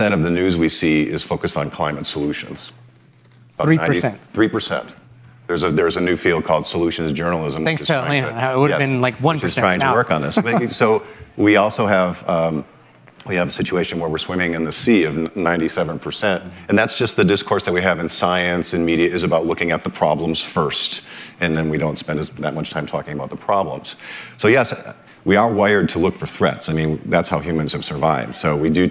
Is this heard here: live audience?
yes